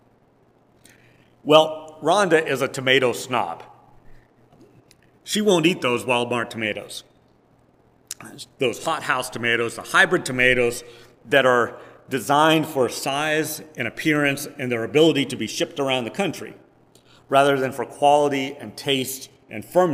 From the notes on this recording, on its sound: Preached on August 7, 2022, at First Presbyterian Church of Rolla.